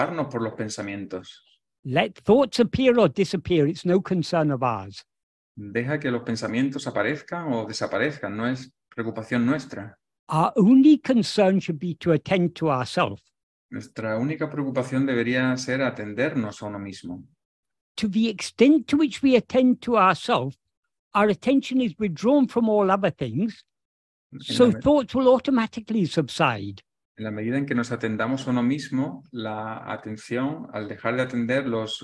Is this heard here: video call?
yes